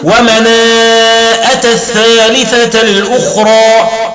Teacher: قرأ الإمام ابن كثير بإثبات الهمزة في كلمة مناة وضيزا